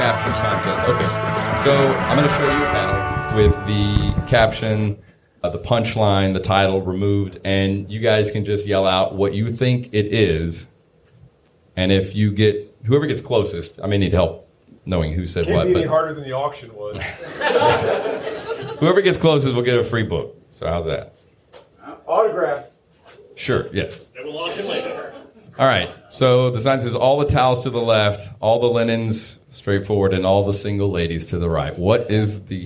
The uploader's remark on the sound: Pun-Off Dinner 2019. Our first ever live audience recording!